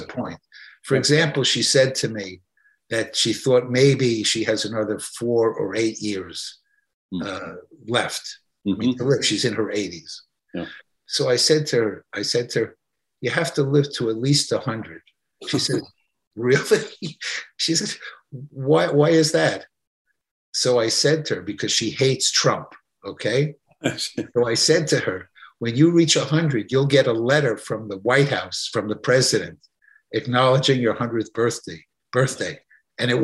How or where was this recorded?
video call